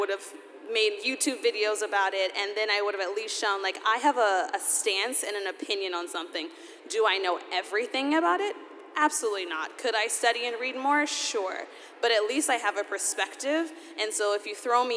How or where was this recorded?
live audience